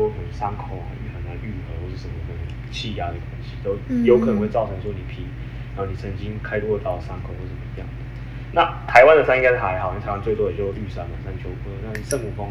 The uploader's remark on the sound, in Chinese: 這次遠距錄音雜訊比較多還請見諒